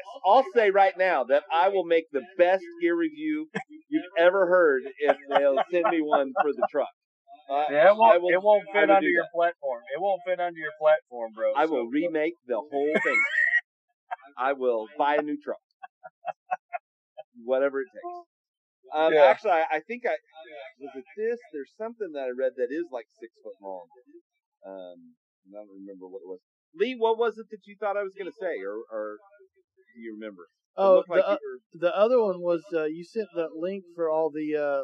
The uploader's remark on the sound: All Over Overland LIVE radio Show. The quality of sound is not great as we were dealing with bad weather and worse connections.